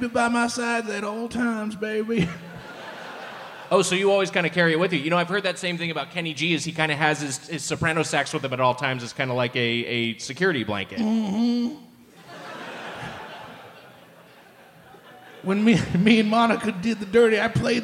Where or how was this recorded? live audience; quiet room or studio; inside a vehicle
live audience